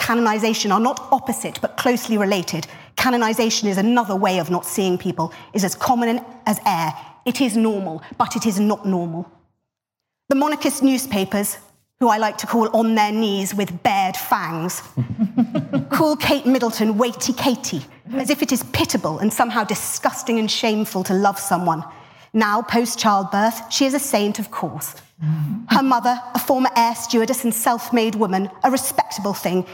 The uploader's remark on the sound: We bring you the New Statesman debate, recorded live at the Cambridge Literary Festival.